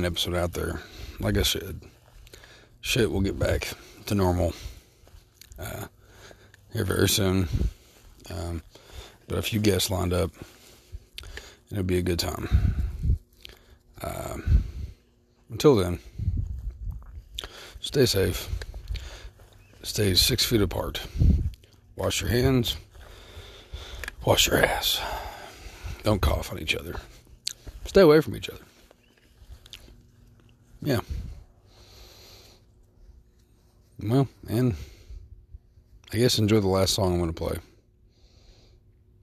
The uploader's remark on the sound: This episode has me talking while running around town doing errands.